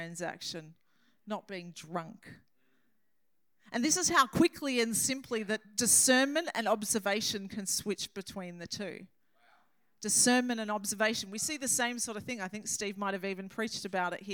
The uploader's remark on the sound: This message was recorded on 07/10/2023 during the Saturday 7pm service.